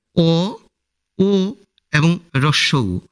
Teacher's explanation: আবার অ, ও এবং রস্বউ এই স্বরধ্বনিগুলি তোমরা উচ্চারণ করে দেখো, জিহ্বা পেছনের দিকে চলে যায়, তাই এগুলিকে পশ্চাৎ স্বরধ্বনি বলে।